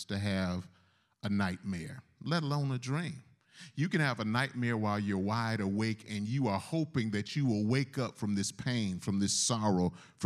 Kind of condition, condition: setting, large echoing room